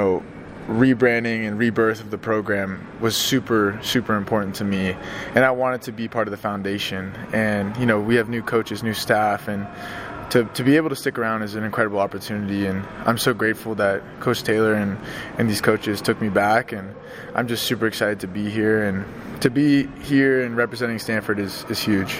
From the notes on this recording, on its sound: Live from Pac-12 Football Media Day in Las Vegas